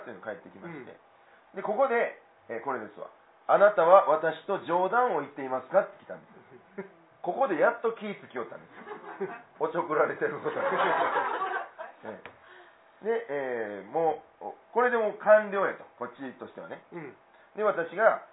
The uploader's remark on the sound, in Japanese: ネットラジオ。ツギハギ荘にて開催された公開収録分の前半のその２となります。